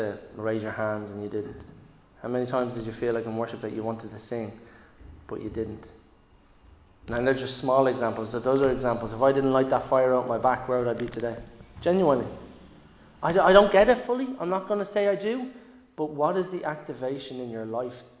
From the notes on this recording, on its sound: Recorded live in Liberty Church